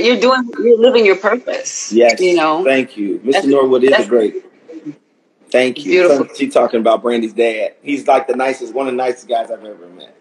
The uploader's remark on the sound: special Instagram Live #WFH edition